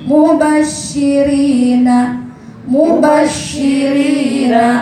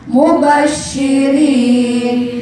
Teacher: Mubash kalau di waqaf panjang, kalau di wasal cuma dua harokat. · Shown in: second take